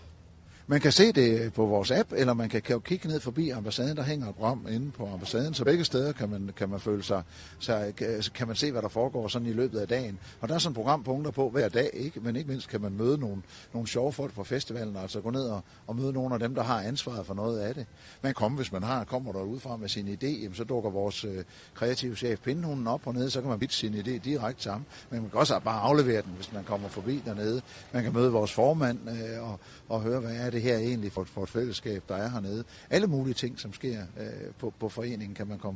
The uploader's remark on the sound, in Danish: Ambassaden på Smukfest. Live fra det nye Capriområde på Smukfest.